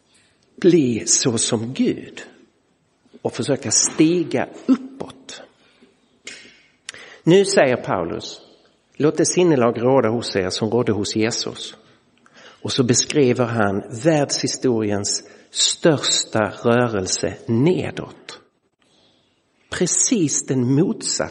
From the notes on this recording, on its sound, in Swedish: Inspelad i Roseniuskyrkan den 2 april 2023.